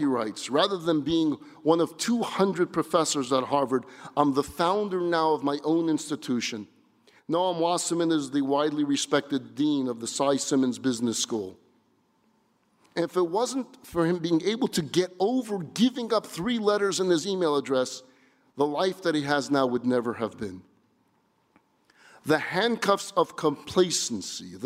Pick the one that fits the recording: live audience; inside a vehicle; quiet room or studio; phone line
live audience